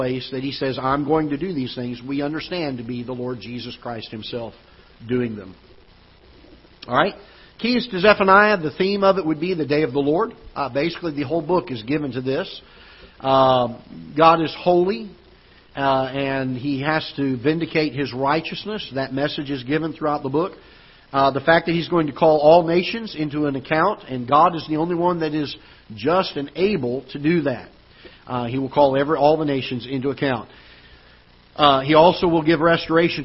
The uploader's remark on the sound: Ketha Heights Baptist Church ~ Live Broadcast.